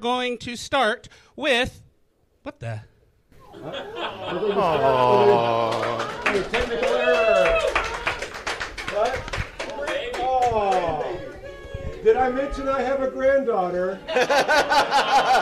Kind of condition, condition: setting, live audience